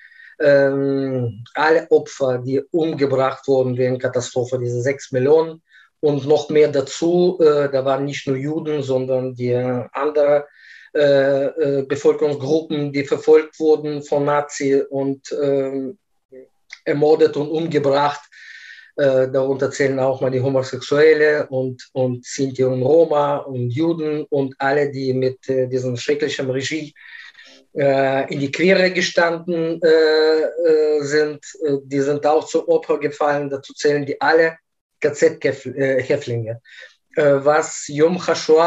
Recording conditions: video call